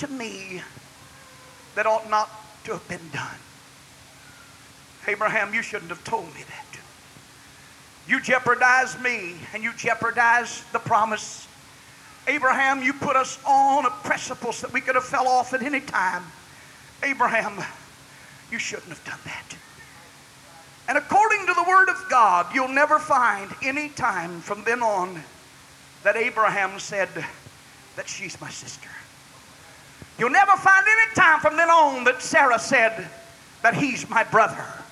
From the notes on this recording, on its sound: preached at the Church Of The Lord Jesus Christ in Lucedale, MS, June 5, 2002.